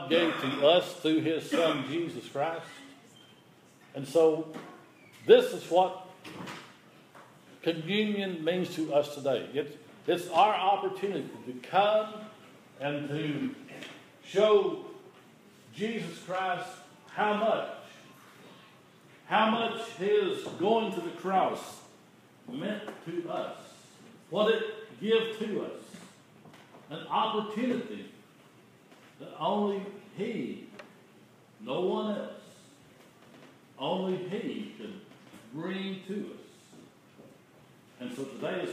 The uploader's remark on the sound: This is an audio recording of the Sunday service at Persia United Methodist Church in Rogersville, TN.